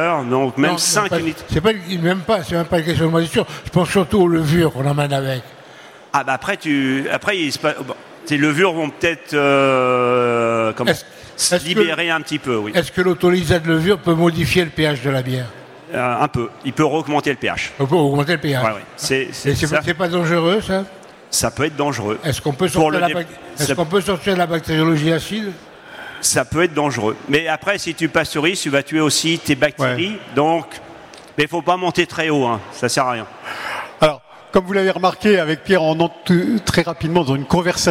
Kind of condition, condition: setting, live audience